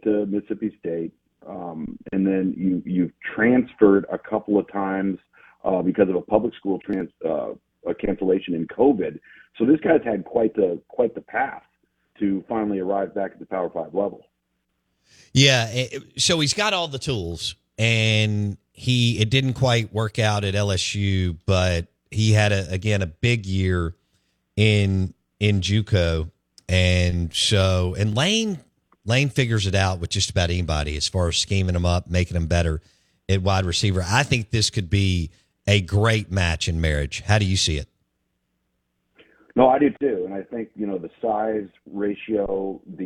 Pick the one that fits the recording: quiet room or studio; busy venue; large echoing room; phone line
phone line